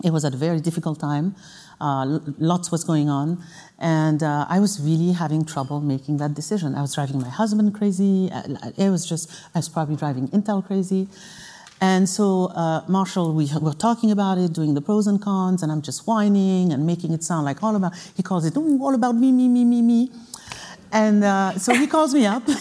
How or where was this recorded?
live audience